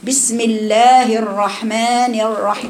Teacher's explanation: فبيقرأ الراء لسانه لم يصل إلى مخرج الراء